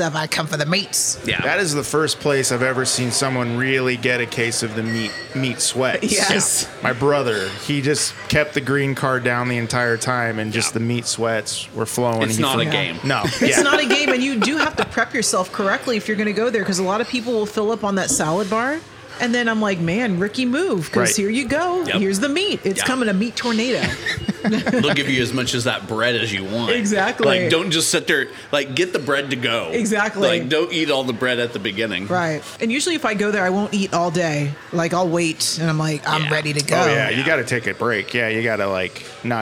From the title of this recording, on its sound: MISSION TACO JOINT-PARK PLACE! On Location!